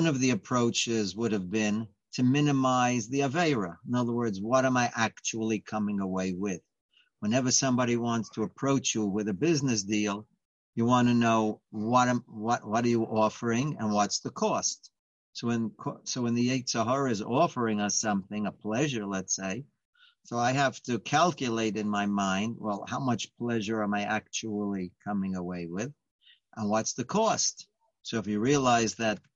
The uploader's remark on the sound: Live On Zoom.